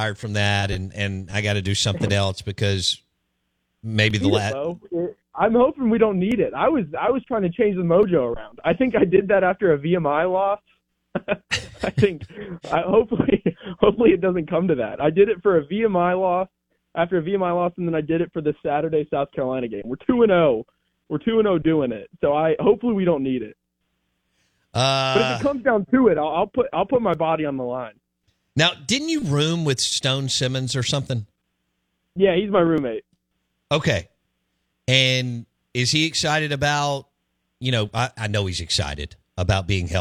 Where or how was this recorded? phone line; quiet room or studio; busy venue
phone line